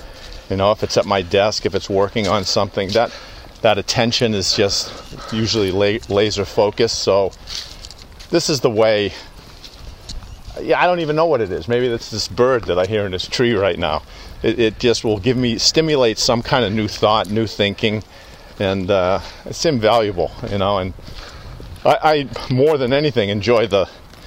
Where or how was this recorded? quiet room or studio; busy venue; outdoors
outdoors